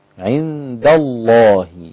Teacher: ثم أبدأ باسم الجلالة اللام في مغلظة